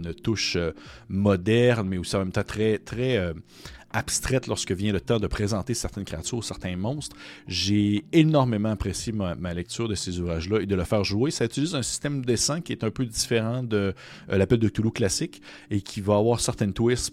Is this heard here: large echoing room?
no